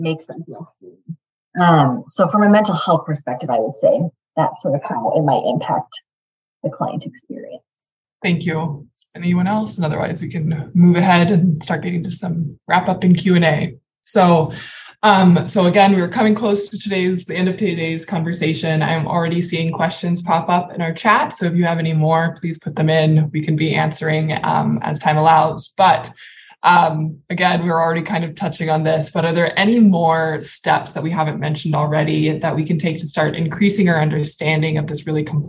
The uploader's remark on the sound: Webinar Replay